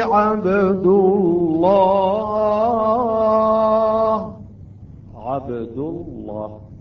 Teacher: لام لفظ الجلالة إذا الحرف الذي قبلها إذا كان مفتوح أو مضموم هنا تفخم اللام